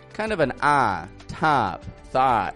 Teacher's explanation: The short O changes depending on the accent, but typically kind of an ah